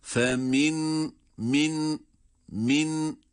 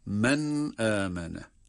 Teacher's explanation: nunun kendisini okuyacağız, o zaman hunne sıfatıyla birlikte okuyoruz.